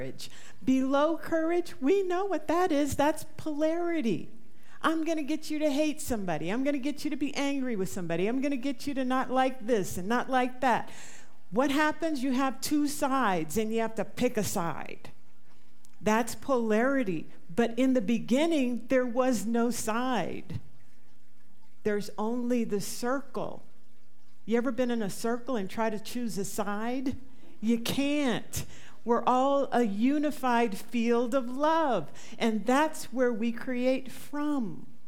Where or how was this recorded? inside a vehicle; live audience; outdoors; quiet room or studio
live audience